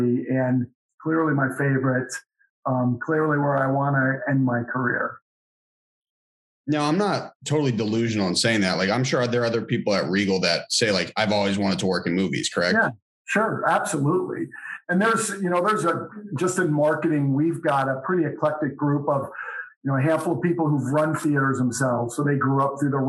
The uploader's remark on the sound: sat down over Zoom